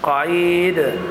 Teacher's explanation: قعيد دال ساكنة مقلقلة. لماذا كانت ساكنة؟ لأنني وقفت عليها.